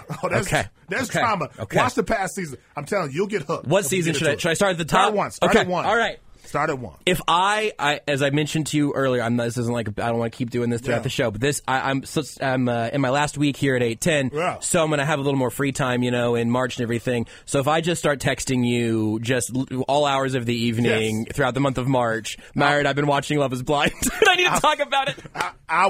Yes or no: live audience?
no